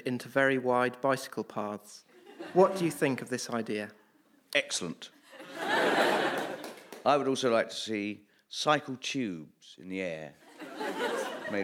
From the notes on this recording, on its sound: Recorded at the BBC Radio Theatre in 2008